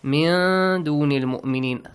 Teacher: hide the sound of noon. And also produce a nasal sound. Prolong it for two counts. · Term: إخفا